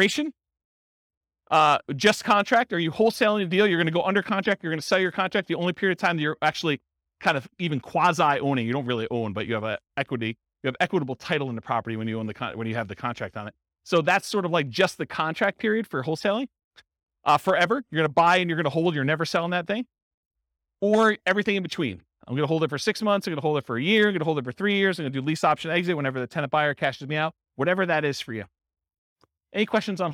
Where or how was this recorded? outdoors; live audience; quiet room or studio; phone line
live audience